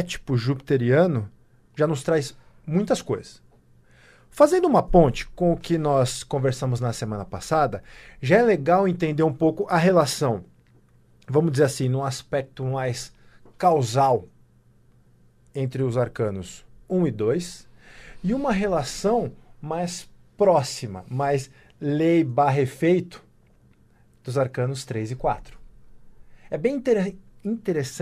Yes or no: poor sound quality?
no